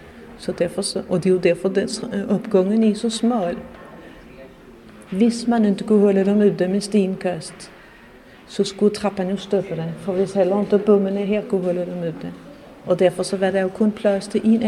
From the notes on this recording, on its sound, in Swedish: Här finns en ljudberättelse från ett Bornholm från cykeln.